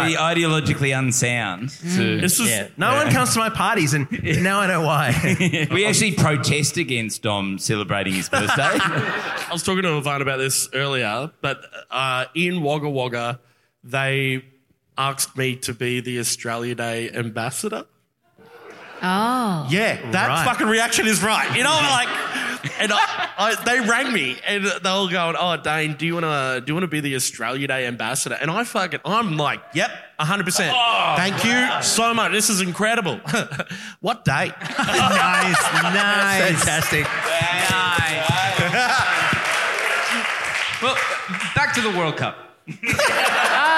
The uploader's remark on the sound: LIVE at Grapes of Mirth. At the Grapes Of Mirth festival!